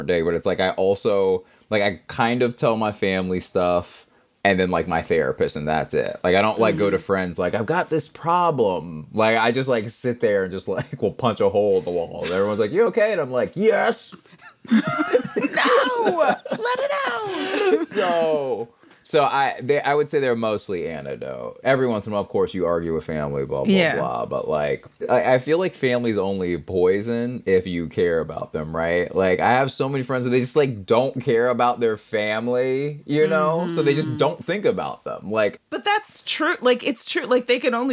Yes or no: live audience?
no